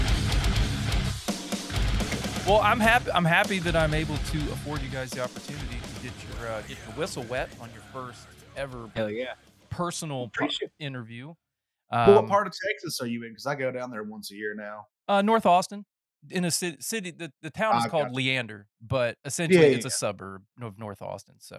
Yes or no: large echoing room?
no